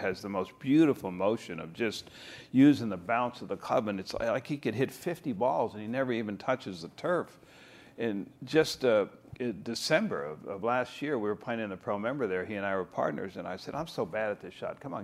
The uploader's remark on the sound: live from the PGA Show